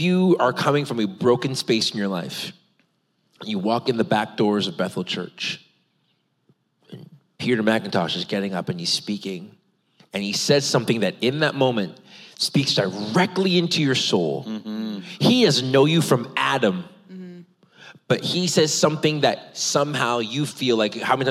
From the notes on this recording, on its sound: a special LIVE recording of There Must Be More